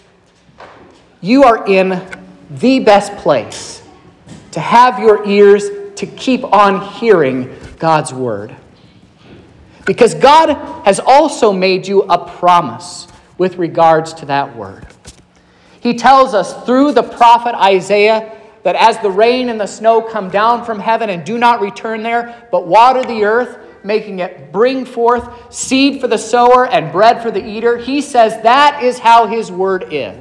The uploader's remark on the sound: This is the sermon preached at Trinity Lutheran Church in Vallonia, Indiana, on Sunday, February 12th, 2023.